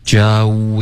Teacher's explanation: Joey 结尾有一个呜的音你要发这个双元音